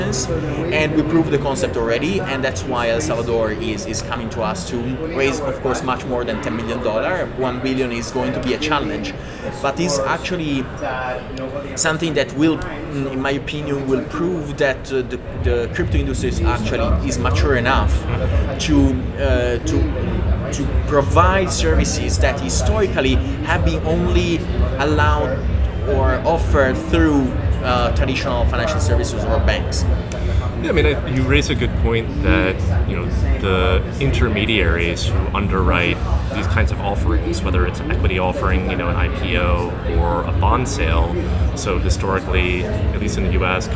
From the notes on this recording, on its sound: Live at Money2020 in Amsterdam. This episode was recorded live on the floor at Money2020, so please excuse the background noise.